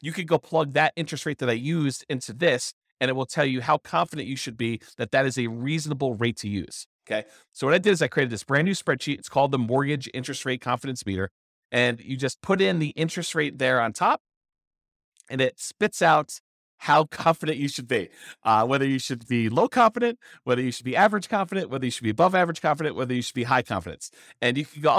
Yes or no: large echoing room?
no